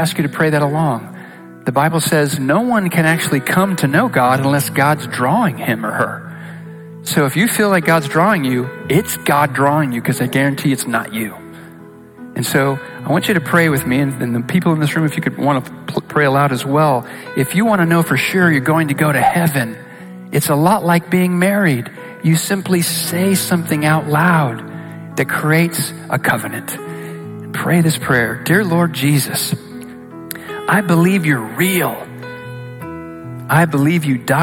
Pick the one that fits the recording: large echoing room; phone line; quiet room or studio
large echoing room